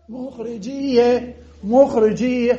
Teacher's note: الجيم المضمومة نقلبها إلى كسرة لمناسبة الياء، نقلب الضمة العد جيم اللي كانت مناسبة للواو أقلبها إلى كسرة لمناسبة ياء الياء.